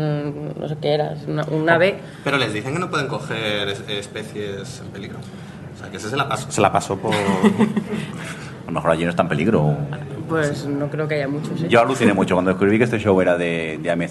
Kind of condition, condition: setting, live audience